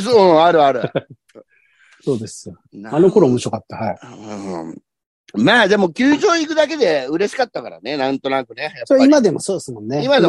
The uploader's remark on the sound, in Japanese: ZOOMで収録